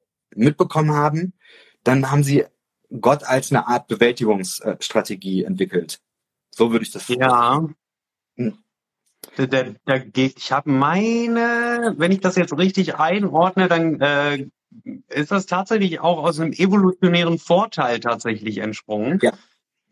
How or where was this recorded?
video call